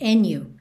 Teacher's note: esse D pode sumir e a gente juntar no N